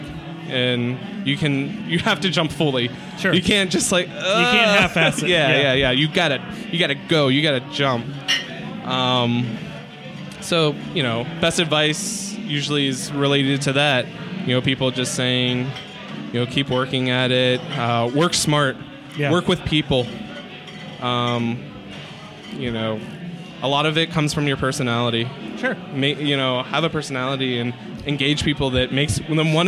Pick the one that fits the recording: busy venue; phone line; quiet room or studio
busy venue